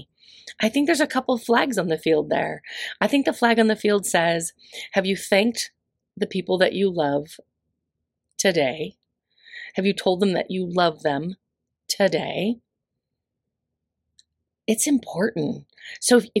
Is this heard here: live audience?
no